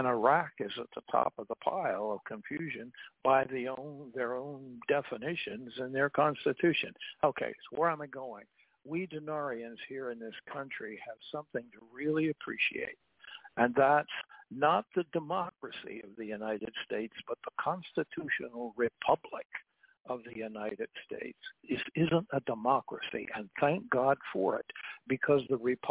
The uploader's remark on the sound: TNTSuperfantastic Conference Call.